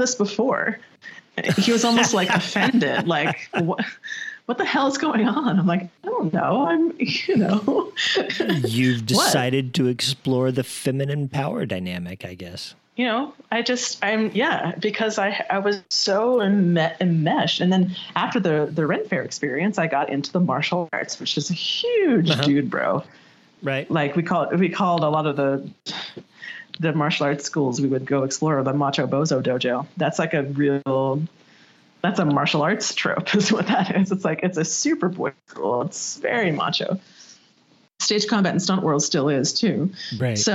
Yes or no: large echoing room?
no